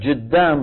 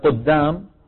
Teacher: من التغييرات العامية قلبها جيم · Shown in: first take · بيقول لك جدام بدل قدام.